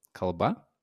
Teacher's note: So one is a noun, language, kalba, where you can hear the stress at the end.